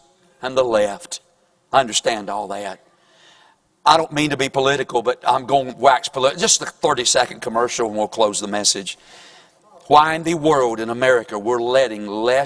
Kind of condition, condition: setting, large echoing room